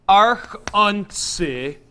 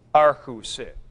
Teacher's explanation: Nu tau drops out, omicron lengthens to u · Shown in: second take